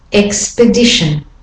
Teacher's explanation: So the second E and the O are the de-stressed vowels.